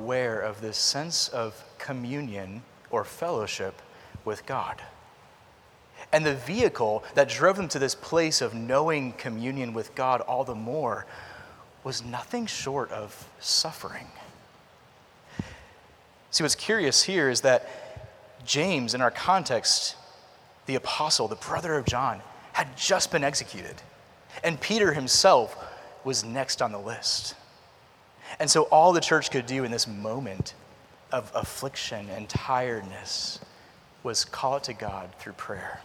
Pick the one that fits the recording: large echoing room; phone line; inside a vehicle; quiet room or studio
large echoing room